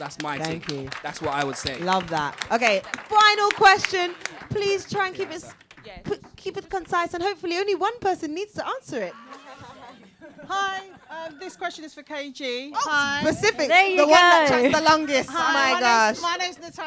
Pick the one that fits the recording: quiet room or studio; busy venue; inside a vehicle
busy venue